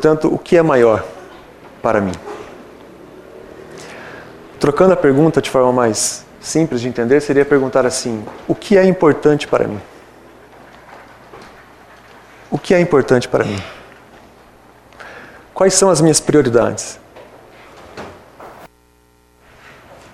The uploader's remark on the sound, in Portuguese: Palestra ao Público